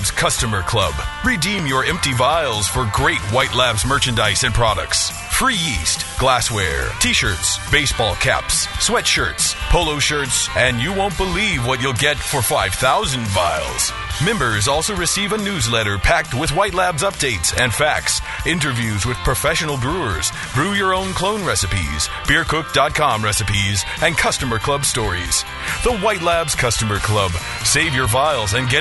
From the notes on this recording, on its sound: An episode broadcast live from the National Homebrew Competition!